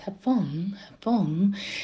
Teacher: когда в звук соприкасается со звуком фу, очень часто они его опускают